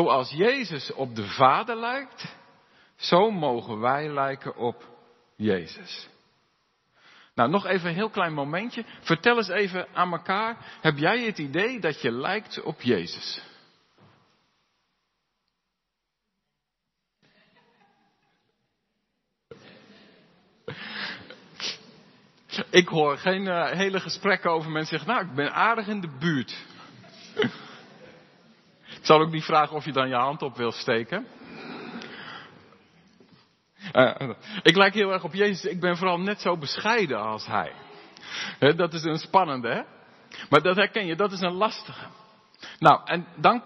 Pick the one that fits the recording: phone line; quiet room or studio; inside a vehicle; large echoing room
large echoing room